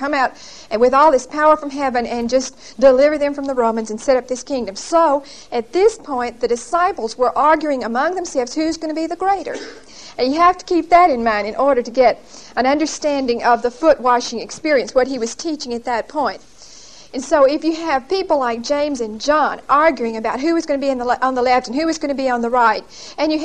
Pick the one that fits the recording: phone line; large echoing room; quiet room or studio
large echoing room